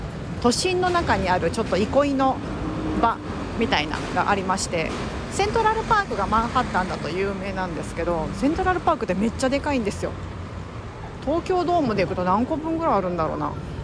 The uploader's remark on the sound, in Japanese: 雑談LIVEニューヨークを歩きながら、たわいもない話。